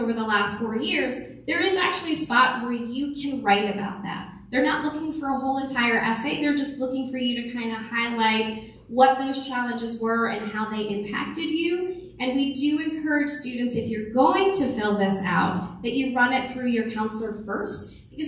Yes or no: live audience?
yes